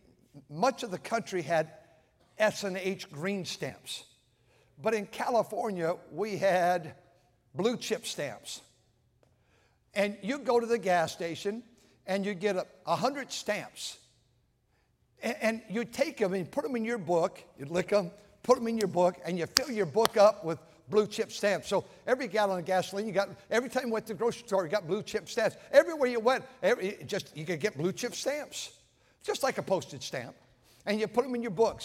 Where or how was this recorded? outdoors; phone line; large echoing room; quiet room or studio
large echoing room